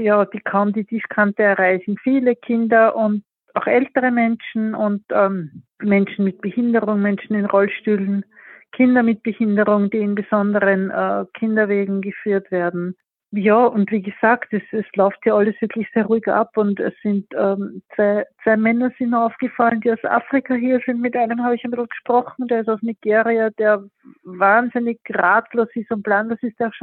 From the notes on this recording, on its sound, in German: Eine Freiwillige aus Wien, berichtet aus Michalovce, einem Lager in der Slowakei nur 30 km von der Grenze zur Ukraine entfernt. Das Telefoninterview.